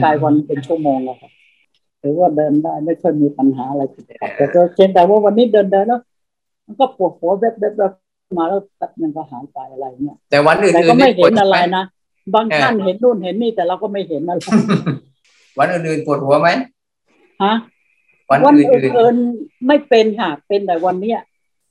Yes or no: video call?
yes